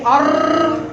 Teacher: بس لو ما سبتيش فجوه بقى يحصل التكرار ده، تقولي ار ار ار ار ار، ممكن تكريره واحده المسموح بيها، تكرار واحد